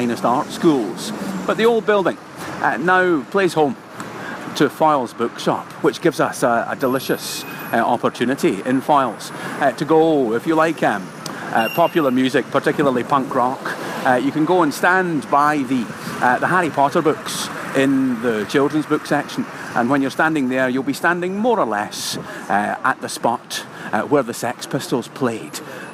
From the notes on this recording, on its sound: This podcast was recorded on location in London.